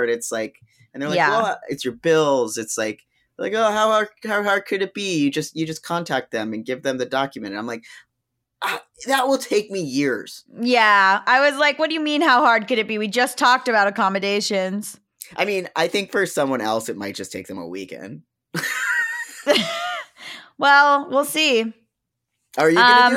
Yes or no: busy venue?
no